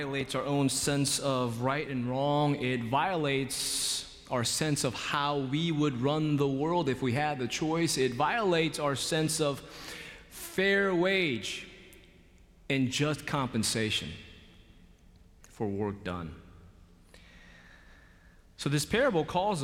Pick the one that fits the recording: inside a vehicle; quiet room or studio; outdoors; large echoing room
large echoing room